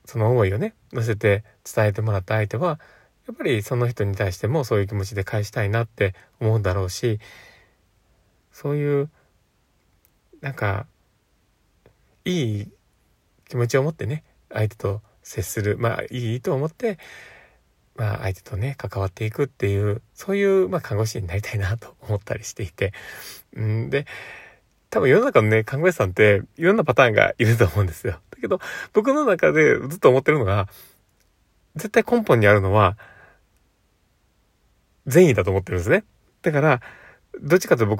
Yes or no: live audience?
no